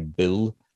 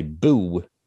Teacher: in my vernacular New Zealand English, I don't say L at the end of a word. · Shown in: second take · So I don't say Bill.